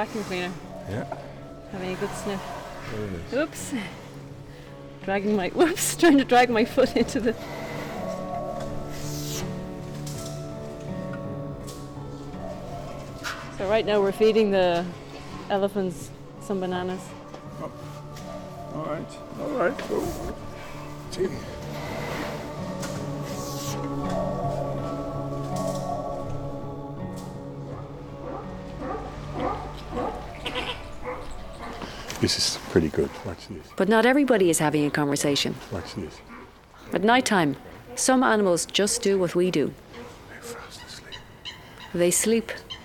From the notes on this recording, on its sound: Captures a stunning soundscape: the sounds from Dublin Zoo at night. Most spectacular, the wolves; most endearing, the snuffling elephants. (A short Irish radio documentary from RTE Radio Ireland).